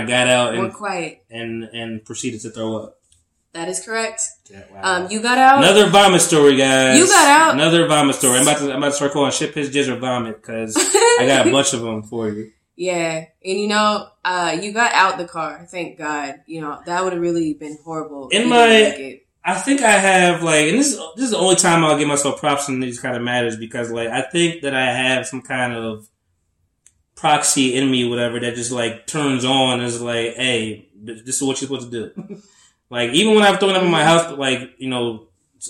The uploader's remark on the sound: Pardon the audio. It was stripped from the video. Microphones weren't cooperating well in this new setting.